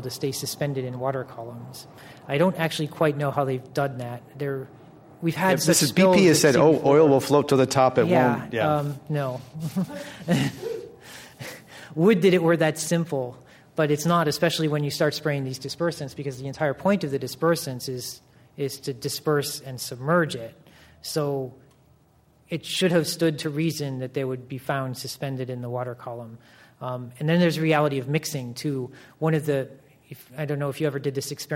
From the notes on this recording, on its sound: This program was recorded in front of a live audience in San Francisco at The Commonwealth Club on June 11, 2010